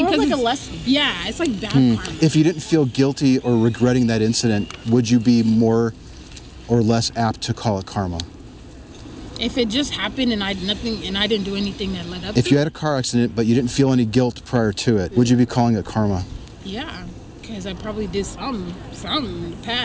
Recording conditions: phone or laptop microphone